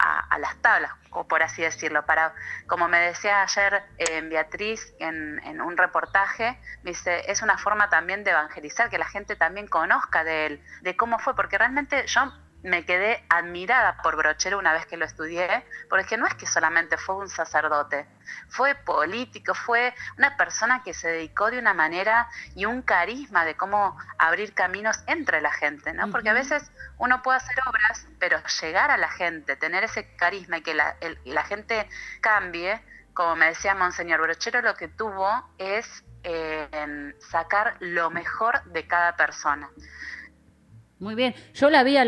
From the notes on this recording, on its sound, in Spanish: Charla Telefonica